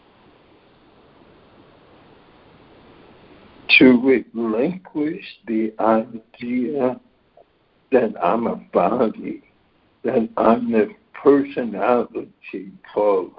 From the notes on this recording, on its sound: ACIM Daily Conference Call